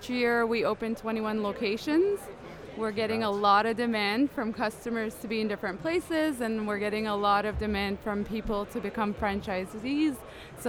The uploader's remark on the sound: Live from the floor of Toronto Franchise Expo 2019. Do a show live from the 2019 Toronto Franchise Expo.